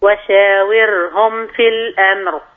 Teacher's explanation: رقق الراء لأنها ساكنة قبلها مكسور